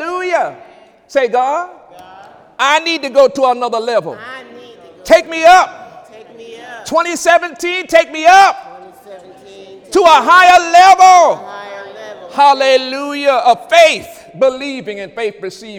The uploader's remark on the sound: During Sunday service on January 29, 2017